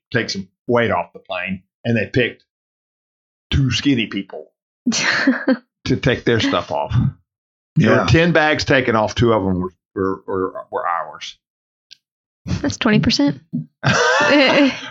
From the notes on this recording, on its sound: This is a version that I worked hard to fix the audio so I apologize for the first one I think this one is better.